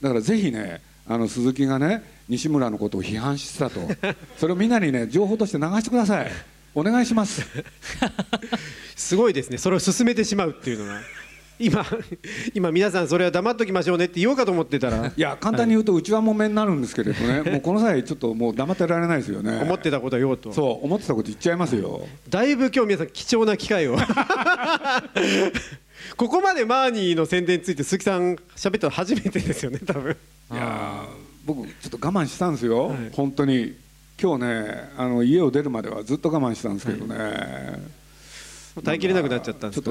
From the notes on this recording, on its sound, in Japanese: ジブリ汗まみれ公開収録 in 「思い出のマーニー×種田陽平展」。